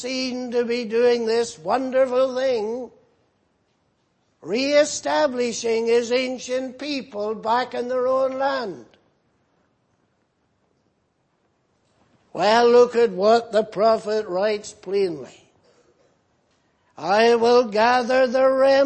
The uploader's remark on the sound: Preached in Grafton. At the Lord's Day Morning service.